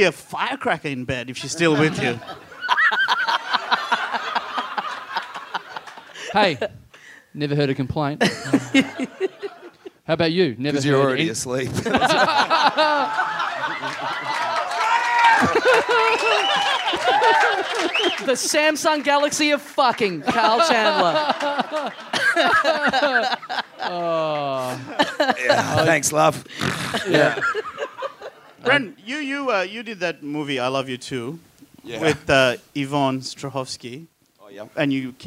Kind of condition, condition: setting, busy venue